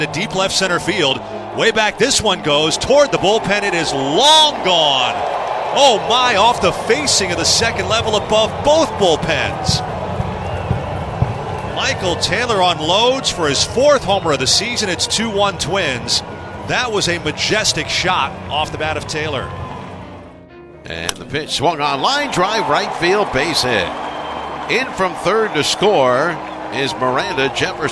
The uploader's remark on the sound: Live from Target Field